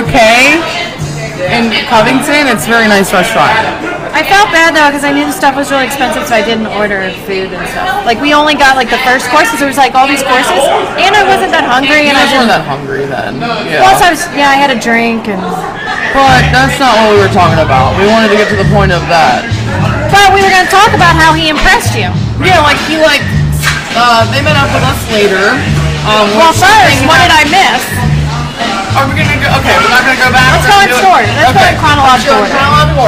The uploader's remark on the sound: We are LIVE at Zazou's in Covington, KY during Oktoberfest Mainstrausse 2021.